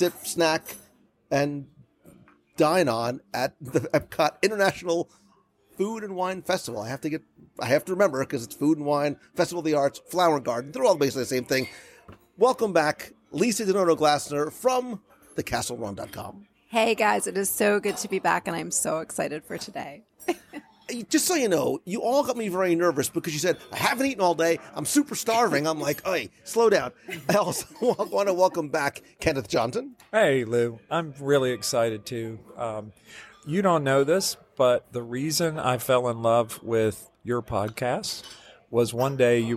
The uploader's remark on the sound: At the table in The Wave of American Flavors at Disney’s Contemporary Resort for a LIVE dining review. We sit down for lunch.